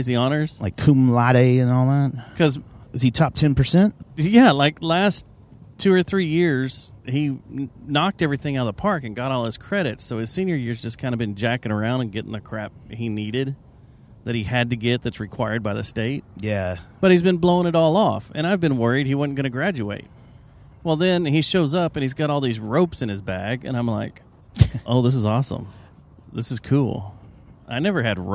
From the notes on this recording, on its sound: It’s one of those rare Tuesdays where a big show comes into town and we do the podcast while driving down the freeway.